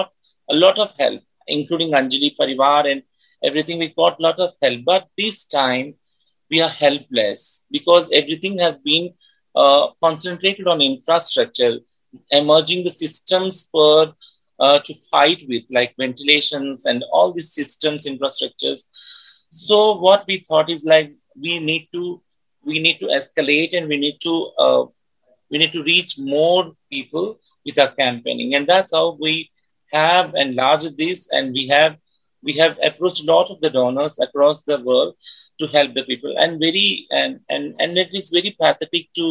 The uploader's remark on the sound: This special episode is a recording of a webinar organized by international and India-based organizations, with San Francisco Bay Area groups.